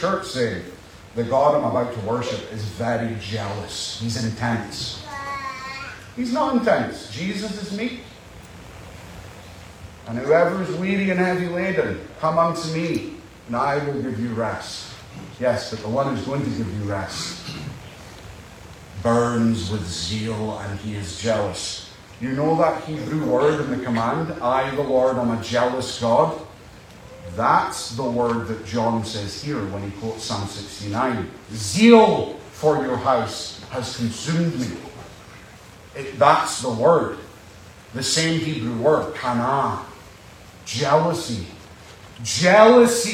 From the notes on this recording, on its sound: Apologies for the poor audio